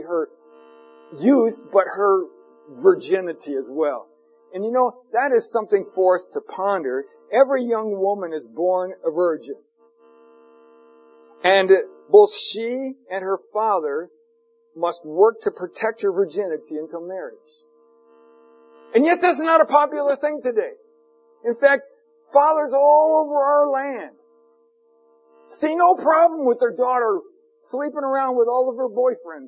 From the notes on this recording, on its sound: For an unknown reason, there is a hiss in the recording.